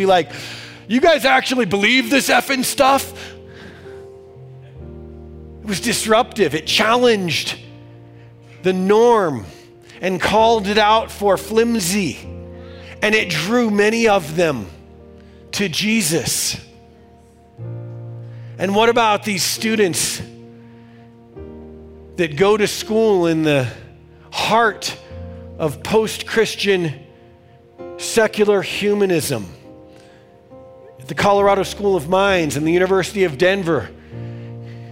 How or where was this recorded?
large echoing room